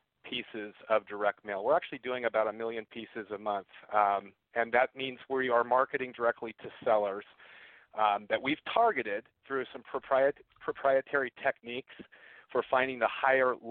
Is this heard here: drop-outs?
no